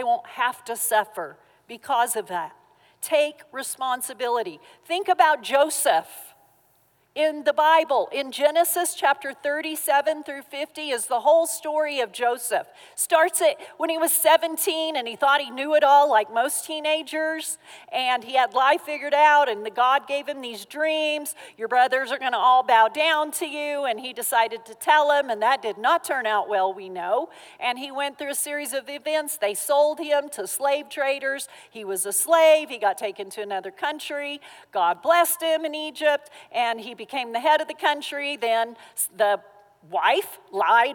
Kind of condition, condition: setting, live audience